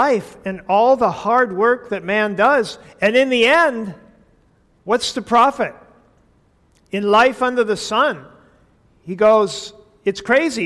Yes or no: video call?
no